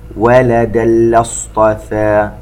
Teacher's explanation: تنوين وبعده حرف اللام إدغام بغير غنة